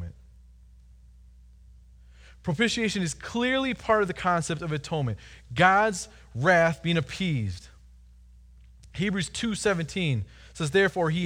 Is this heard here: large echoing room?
yes